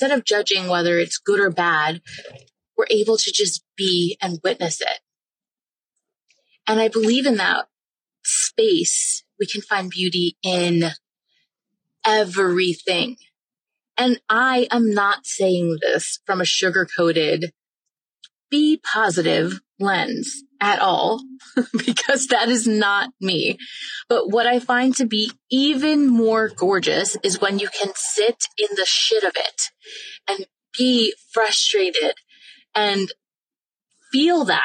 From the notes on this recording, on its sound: I was driving home and did something I've never done - recorded a podcast episode in the car.